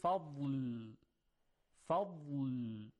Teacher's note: صدای ضاد یک مقداری البته خیلی اندک امتداد داره، یعنی کشیده میشه · Term: استطاله